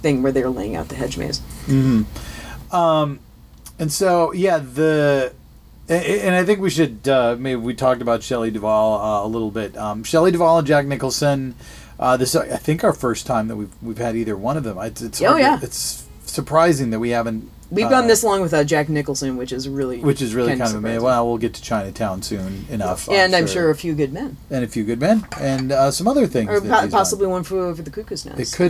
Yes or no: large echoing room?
no